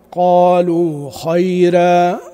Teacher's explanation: مثل المفتوح: قالوا خيرا، راء ترقيق فقط، الألف اللي بعدها معتدل